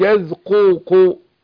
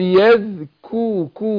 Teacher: فالقاف حرف مفخم والكاف حرف مرقق